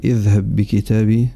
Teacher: أدغمت الباء الساكنة الأولى في الباء الثانية المتحركة · Term: إدغام صغير